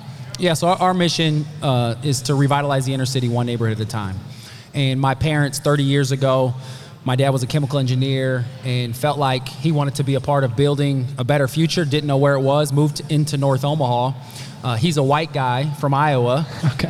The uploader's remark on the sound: Live from Maha Discovery Podcast. This episode was recorded live at Maha Discovery Conference, a one-day conference.